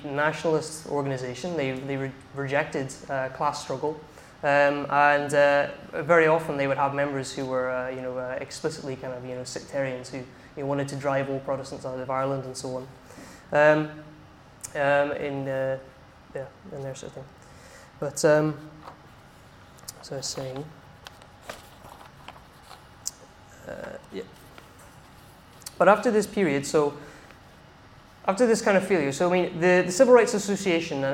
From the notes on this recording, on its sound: In this talk from Revolution Festival 2019